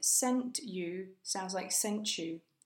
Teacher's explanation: when t and y come together to make ch · Term: Transforming sounds